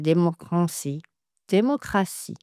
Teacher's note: le A sonne clairement vers l'avant et pas comme une sorte de E ou comme un en nasal